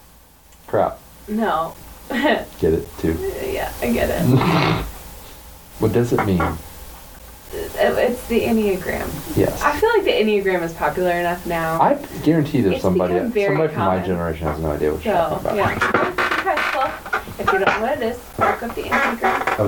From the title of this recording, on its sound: sound issues